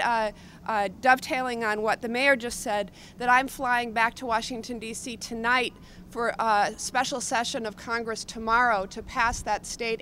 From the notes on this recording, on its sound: Madison Metro: Press Conference on New Hybrid Buses. Madison City Channel captured this press conference.